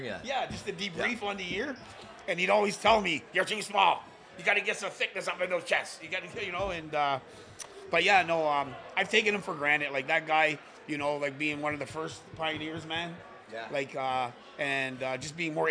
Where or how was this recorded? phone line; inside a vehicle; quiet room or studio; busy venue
busy venue